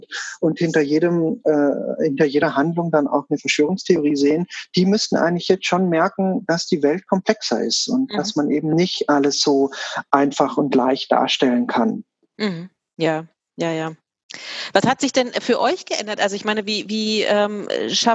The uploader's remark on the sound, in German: Denn mit Voranschreiten der aktuellen Situation wurde aus einem langfristig geplanten Treffen vis-a-vis ein Zoom Call.